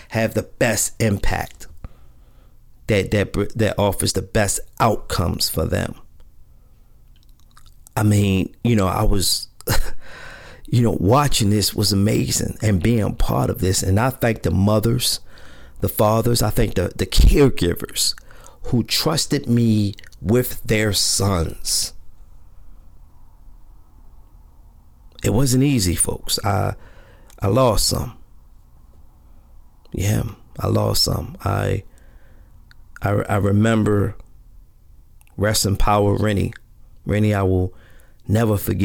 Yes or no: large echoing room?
no